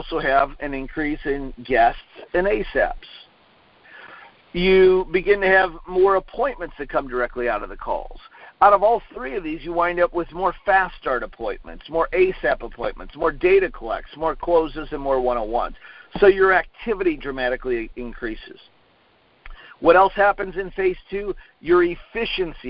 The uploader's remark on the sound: Conference call recorded on 2/1/19.